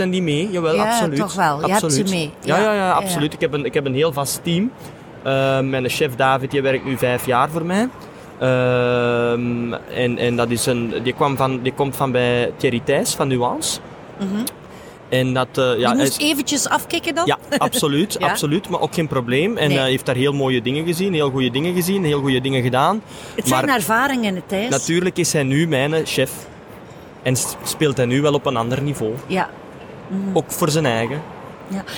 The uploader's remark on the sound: Horeca Expo Live